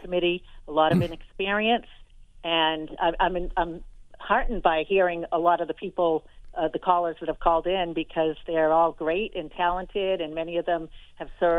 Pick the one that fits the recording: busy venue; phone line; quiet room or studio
phone line